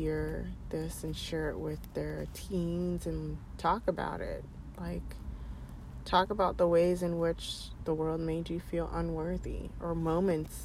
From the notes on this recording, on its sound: Please excuse all the background noise and fidgeting in the first few minutes, it goes away.